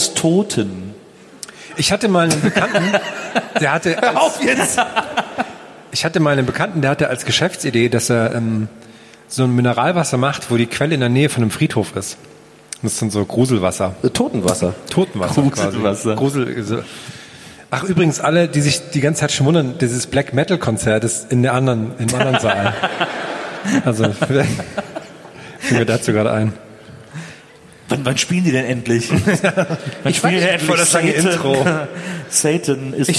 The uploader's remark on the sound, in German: Live-Aufnahme Leipzig im Felsenkeller.